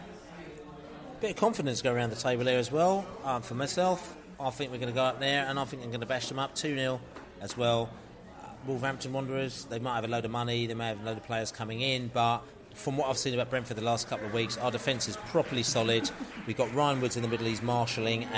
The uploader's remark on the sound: Wolverhampton Wanderers pre-match podcast from the pub. Fans in the pub after Preston victory.